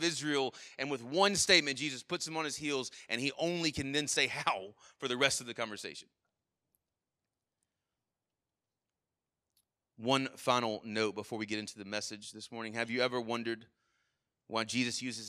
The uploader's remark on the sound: Sermon Audio from our Worship service